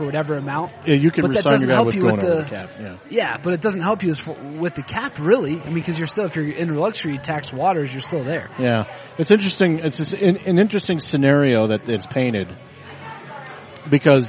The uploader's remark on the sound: We recorded this week's episode down at Jake's Food and Spirits down on 3800 Walnut Street